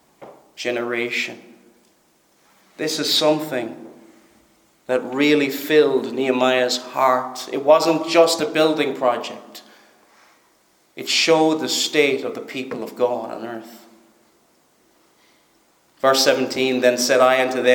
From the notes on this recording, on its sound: Preached at Stornoway Free Church -Continuing